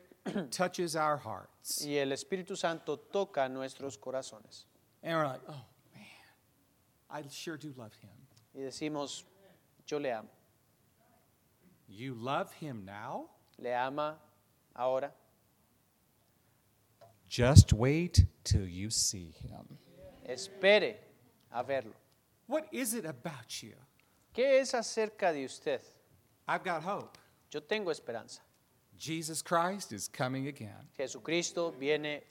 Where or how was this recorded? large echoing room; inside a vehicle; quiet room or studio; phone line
large echoing room